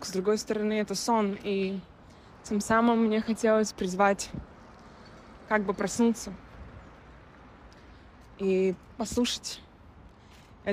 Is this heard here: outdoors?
yes